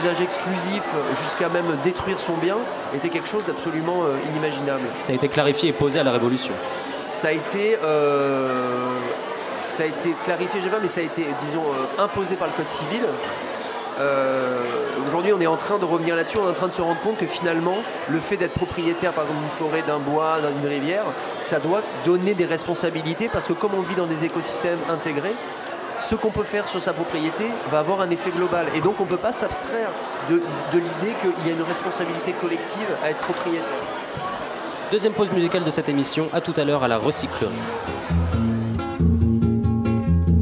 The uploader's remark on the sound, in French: Cette émission a été enregistrée en public à la REcyclerie dans le cadre des initiatives de Radio Campus France pour la COP21.